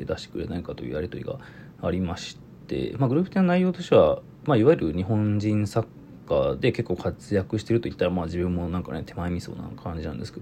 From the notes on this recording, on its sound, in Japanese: Radiotalk。ボイスメモです。